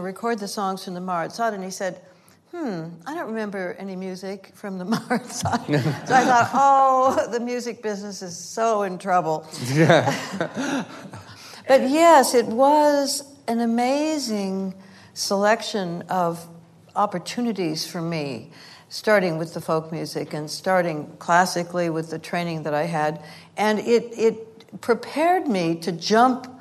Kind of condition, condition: setting, live audience